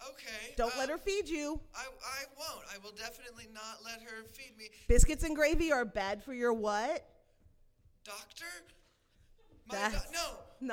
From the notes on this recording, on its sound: For our New Year's show, we asked the audience at 50 Mason.